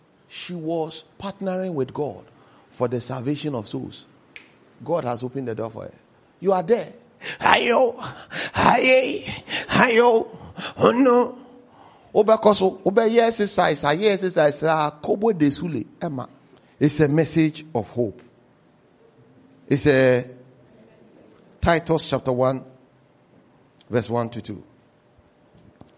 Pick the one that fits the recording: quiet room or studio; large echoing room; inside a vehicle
large echoing room